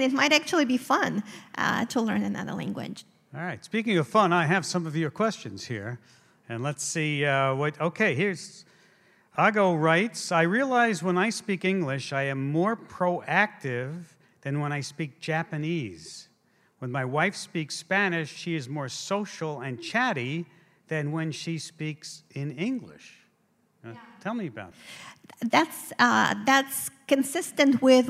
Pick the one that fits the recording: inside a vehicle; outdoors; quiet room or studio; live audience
live audience